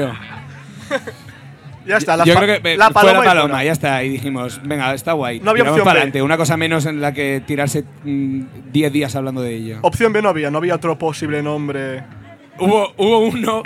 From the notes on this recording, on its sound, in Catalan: Aquest dissabte vam fer un programa al Festival Embassa’t de Sabadell, un festival d’aquests ben xulos i alternatius. L'àudio està així així que hi havia una mica de soroll.